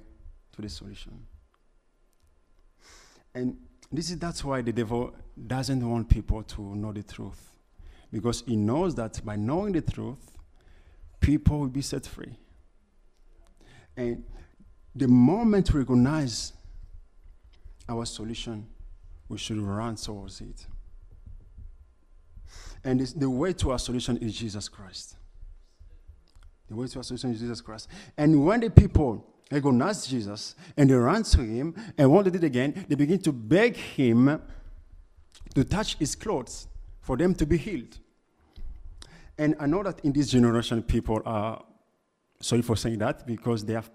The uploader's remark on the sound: Preached at LCC Sunday Service